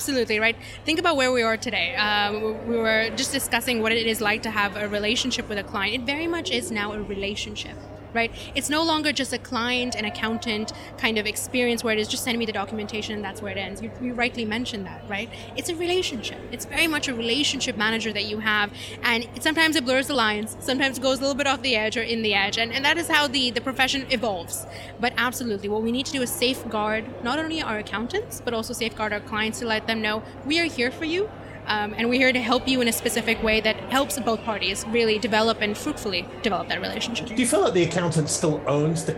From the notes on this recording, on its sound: We hear more live interviews from the recent International Accounting Forum and Awards 2022 which took place in London recently. AIBN were the official knowledge and broadcast partners of the event.